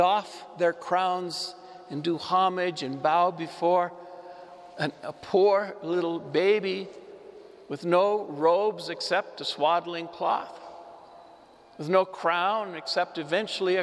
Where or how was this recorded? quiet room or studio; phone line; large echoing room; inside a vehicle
large echoing room